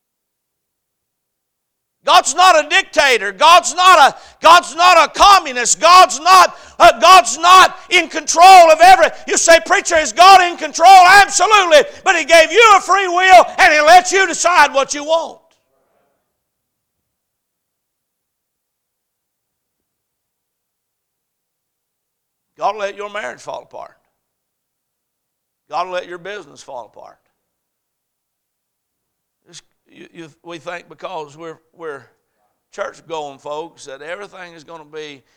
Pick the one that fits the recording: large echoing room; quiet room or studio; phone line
large echoing room